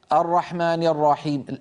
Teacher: الراء الأولى تخرج هكذا سريعة مبتورة الزمن، لا نبتر زمنها بل نعطيها حقها من الزمن، والباقي جيد.